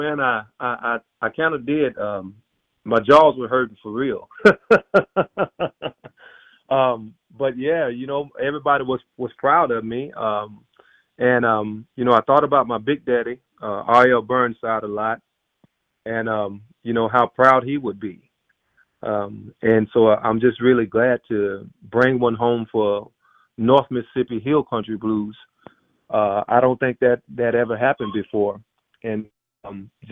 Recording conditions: phone line